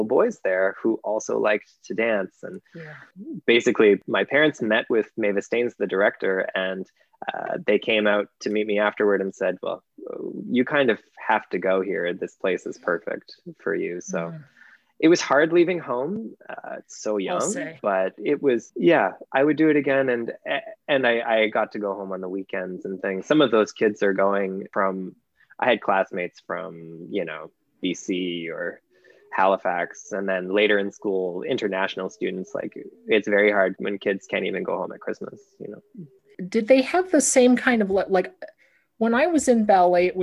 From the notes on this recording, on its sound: This week, we’re in The Zoom Green Room